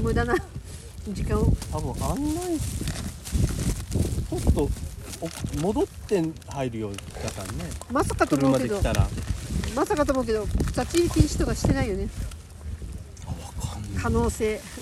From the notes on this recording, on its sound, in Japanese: Pedra Grandeの頂上から。第79回は、Atibaiaにある岩山Pedra Grandeの上で収録しました！片道2時間ちょっとの適度にハードな登山。正直すごく寒かったです！